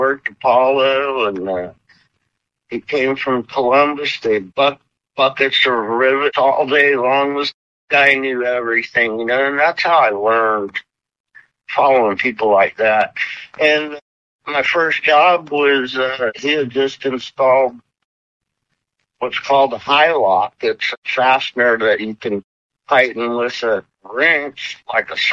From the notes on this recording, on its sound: Via phone, so the audio quality is not pristine. However, we have done our best to clean it up.